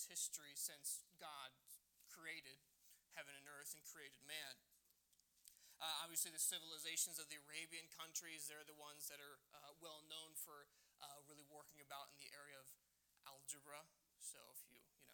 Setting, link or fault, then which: setting, large echoing room